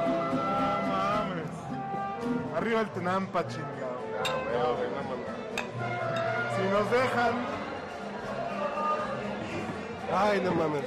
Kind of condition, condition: setting, busy venue